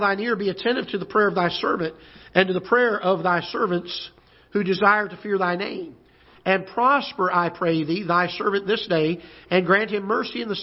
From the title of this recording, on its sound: Ketha Heights Baptist Church ~ Live Broadcast